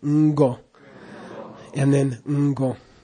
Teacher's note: then you put a pre-nasal on it, a nasal sound, ngo, and then ngo.